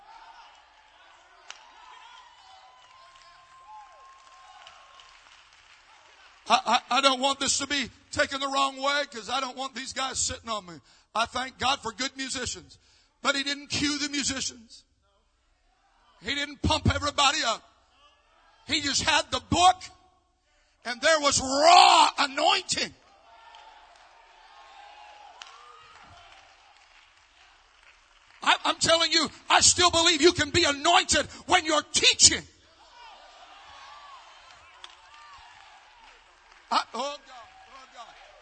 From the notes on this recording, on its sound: South Louisiana Youth Conference 2023. Our most recent LIVE event on HGR 1.